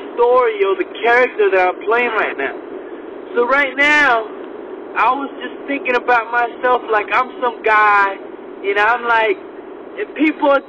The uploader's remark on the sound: recorded this podcast on his drive to work